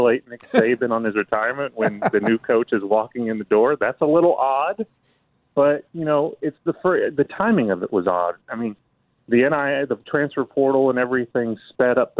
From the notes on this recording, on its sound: We continue taking your phone calls on this very special Martin Luther King Day, holiday.